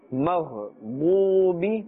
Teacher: A little pulling is here up to one alif because waw sakin has a dhamma before it, and this is waw madda.